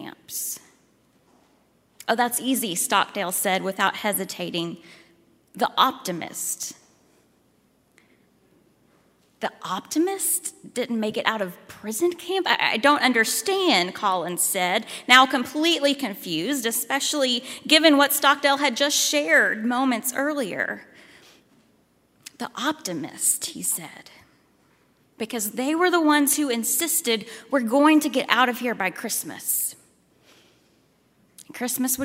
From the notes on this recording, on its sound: At Highland Baptist Church, Louisville, Kentucky.